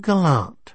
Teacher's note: She put the stress on the last syllable.